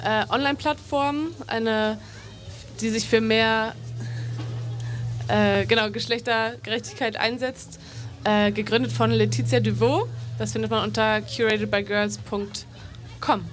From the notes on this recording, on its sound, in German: Auf der Queer Area des Fokus Festivals in Görlitz. Das Interview wurde live. Bei radio blau ausgestrahlt.